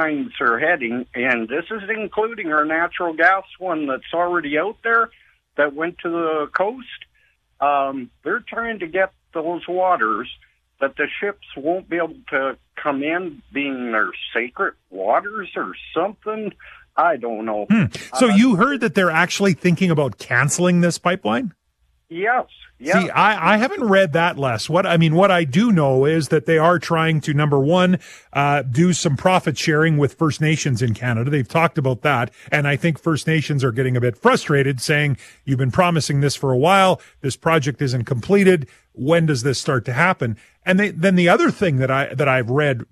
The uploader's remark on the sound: opens up the phone lines to take your calls